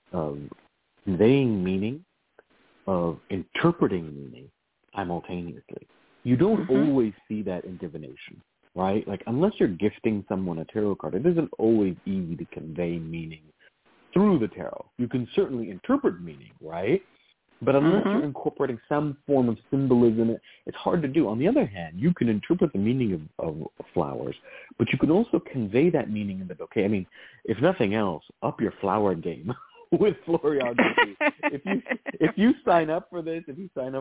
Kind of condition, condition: link, phone line